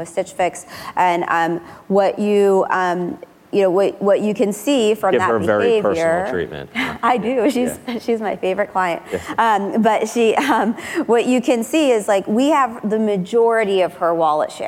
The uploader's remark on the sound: Live at Code 2018. At the 2018 Code Conference.